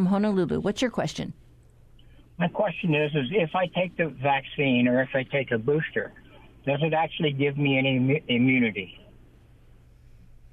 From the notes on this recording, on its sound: during a live call-in show